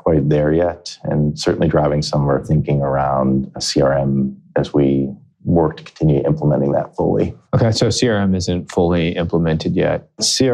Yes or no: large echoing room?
no